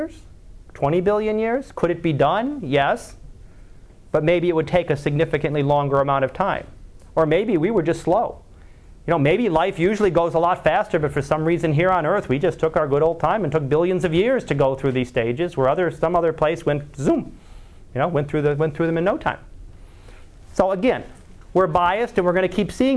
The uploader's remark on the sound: Live Class Lecture